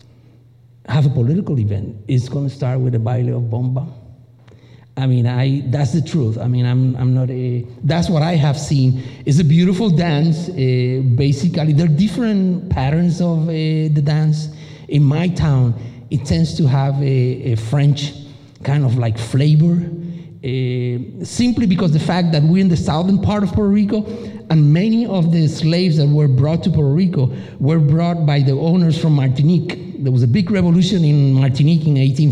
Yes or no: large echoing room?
yes